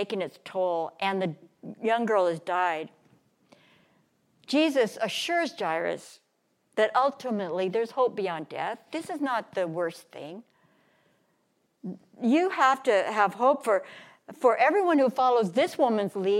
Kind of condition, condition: setting, large echoing room